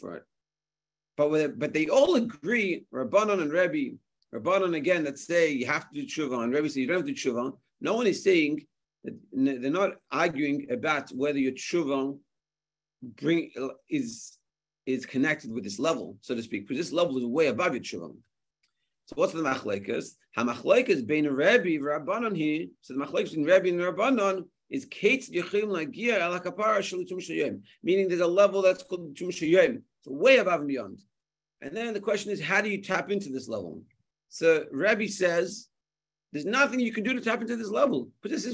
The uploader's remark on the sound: Zoom Shiur